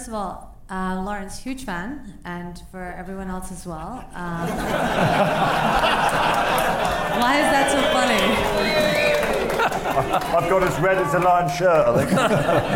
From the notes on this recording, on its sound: The Lions Live Preview Special. A live studio audience. The second part sees the panel field a range of challenge questions from the audience.